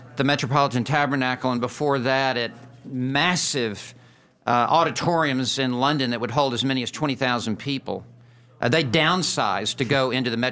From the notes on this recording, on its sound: Recorded live at Ligonier’s 2018 West Coast Conference.